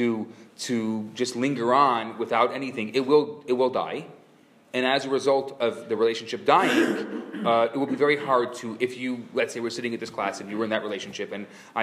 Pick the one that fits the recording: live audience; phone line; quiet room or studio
live audience